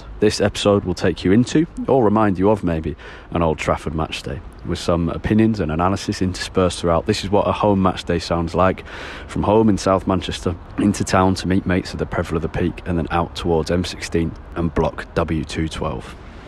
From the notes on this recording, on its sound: United host Crystal Palace in the League Cup. This episode is more about the noise of matchday at Old Trafford.